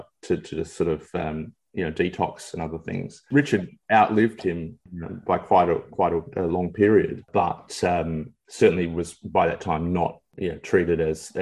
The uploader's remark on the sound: via Zoom